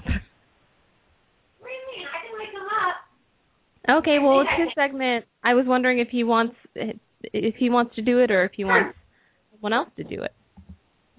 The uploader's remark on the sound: open up the lines for listeners to call